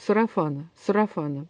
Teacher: Мы за это время никак не успеваем произнести такой открытый гласный. И этот гласный во втором предударном слоге получается очень закрытый, почти что как «ы» · Term: второй предударный